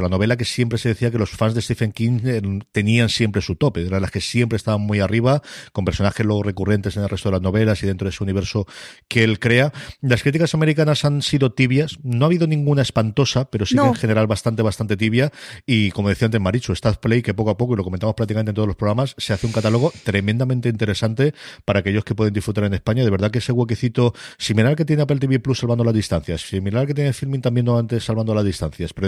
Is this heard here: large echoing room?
no